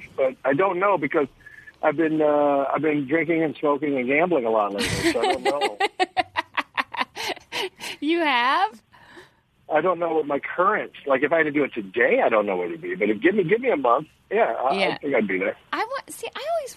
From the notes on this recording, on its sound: Live from Sky Harbor International Airport. Phones in from outside the ladies room at Sky Harbor International Airport.